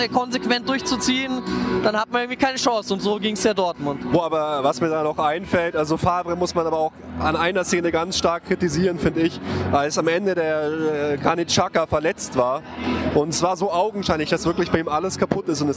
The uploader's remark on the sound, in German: Mini-Folge aus dem Stadion gegen Rom. Live aus dem Stadion aufgenommen!